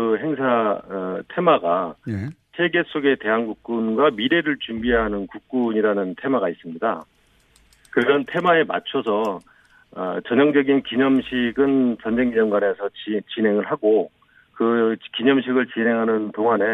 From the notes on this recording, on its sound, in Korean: 릴레이 전화연결